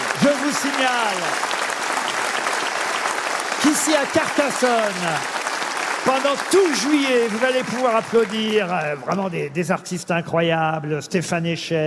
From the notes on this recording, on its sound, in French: Chante en live à Carcassonne. A l'occasion de la dernière émission de la saison.